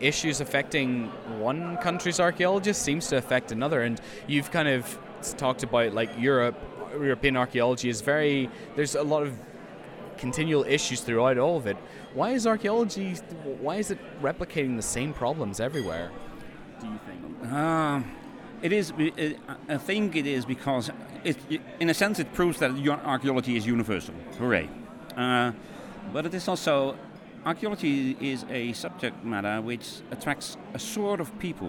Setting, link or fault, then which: setting, busy venue